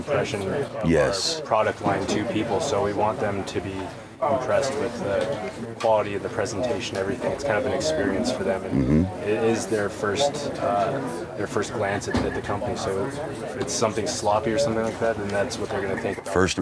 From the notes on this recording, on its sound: Live from Western Hunt Fest.